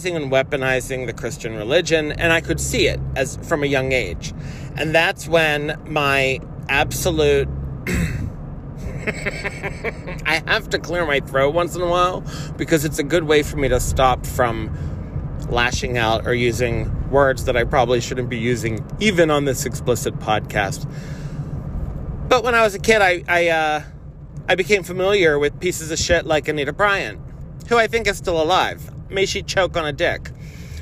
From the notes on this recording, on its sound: I'm driving (the phone was appropriately placed, and I was talking as though you were in the car).